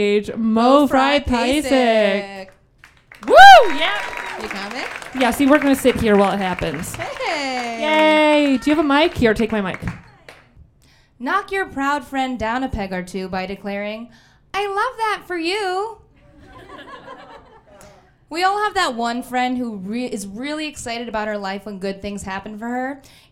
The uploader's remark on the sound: Reductress Minute LIVE at Caveat. In this live episode.